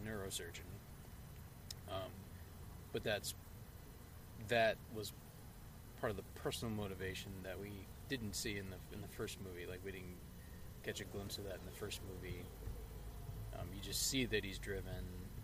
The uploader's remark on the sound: We literally recorded this in the parking lot right after viewing the film.